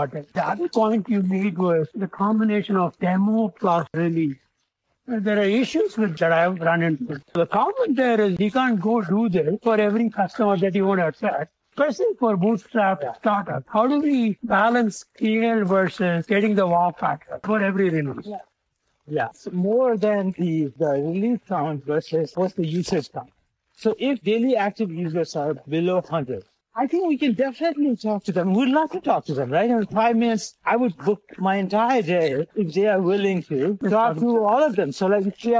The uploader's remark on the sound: While hiking in the beautiful foothills of Palo Alto.